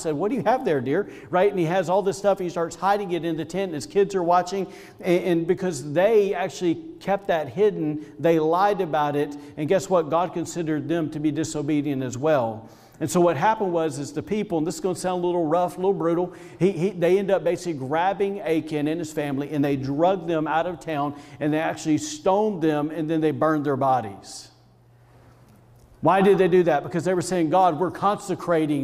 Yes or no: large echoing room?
yes